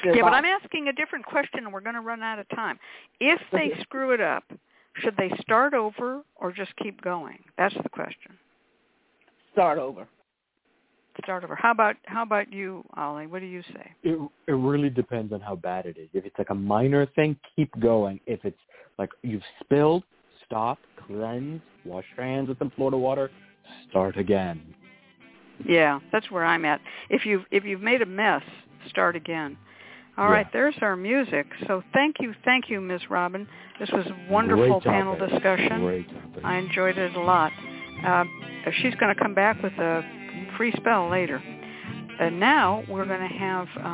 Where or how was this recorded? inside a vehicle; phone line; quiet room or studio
phone line